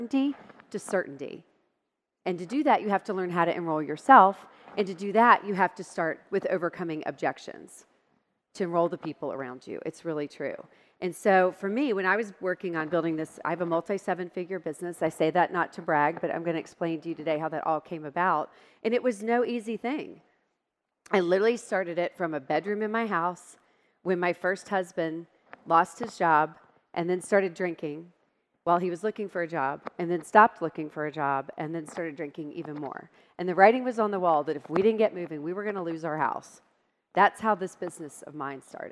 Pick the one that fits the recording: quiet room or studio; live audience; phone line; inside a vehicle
live audience